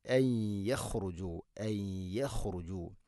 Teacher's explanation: വനന്തും ഐ യഖ്റുജു, സാക്കിന നൂനു ശേഷം യാ ഇദ്ഗാം ബിഗുന്ന, നൂനിനെ യാ ഇലേക്ക് ഇദ്ഗാം ചെയ്ത് മണിച്ചുകൊണ്ട് ഉച്ചരിക്കണം